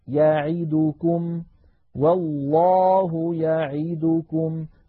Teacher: ولا نقول مثلا والله يعيدكم فنخطف حرف حركة العين أو حركة الدال التي بعدها